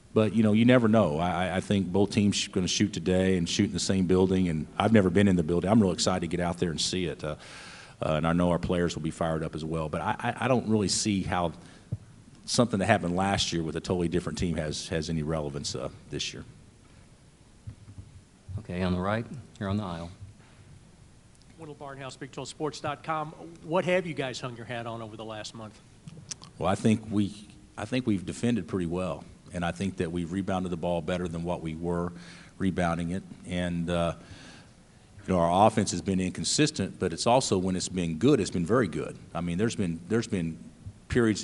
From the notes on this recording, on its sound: Press Conferences & Post-Game Interviews. Talks to reporters.